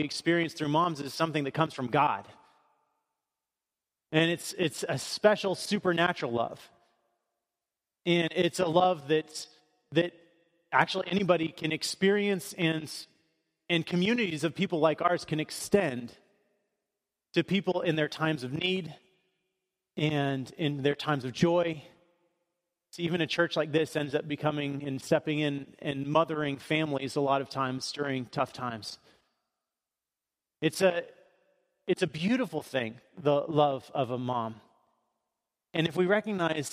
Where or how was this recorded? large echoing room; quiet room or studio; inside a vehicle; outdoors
large echoing room